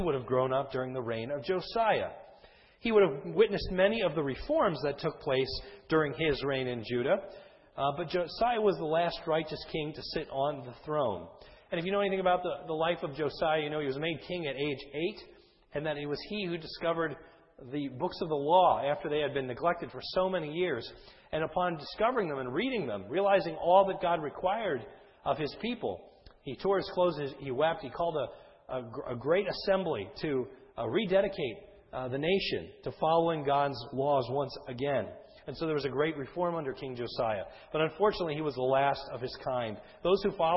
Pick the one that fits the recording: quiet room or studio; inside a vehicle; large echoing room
large echoing room